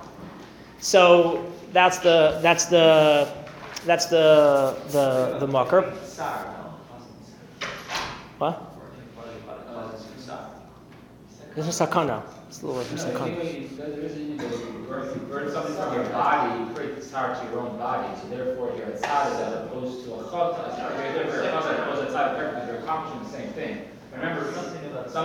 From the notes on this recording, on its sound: Recorded live at The Torah Center ATL on May 21, 2023.